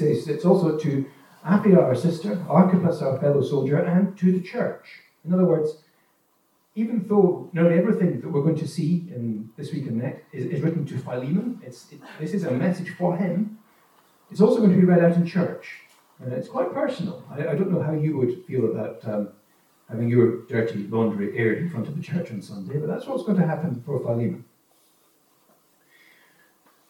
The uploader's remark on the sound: Note that the recording quality of this sermon is lower, due to technical problems during recording.